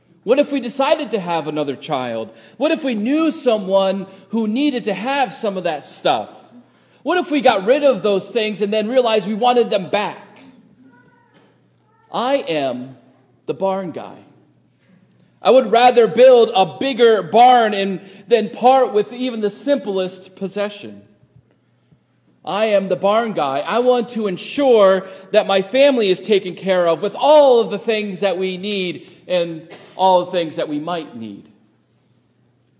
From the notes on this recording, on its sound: Sermon preached at Faith Lutheran Church Gardner, MA